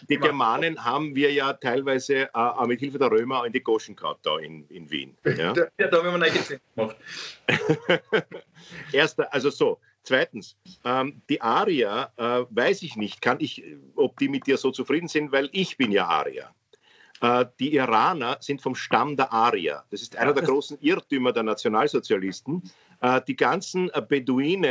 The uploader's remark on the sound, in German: Aufzeichnung einer ZOOM Session. Weil das aktuell nicht möglich ist, finden sie ihr Publikum, indem sie einander via Skype am Abend beim Reden zusehen.